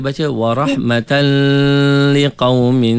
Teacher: Tapi bagi mazhab kita ni, baca tak dengung. · Term: idgham bila ghunnah